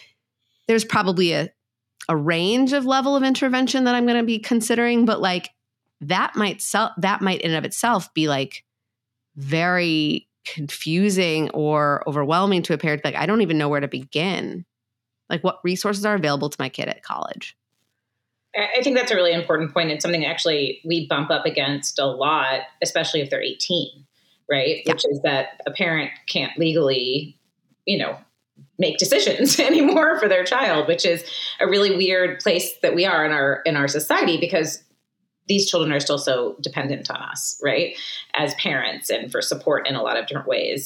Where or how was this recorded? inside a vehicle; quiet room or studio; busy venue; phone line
quiet room or studio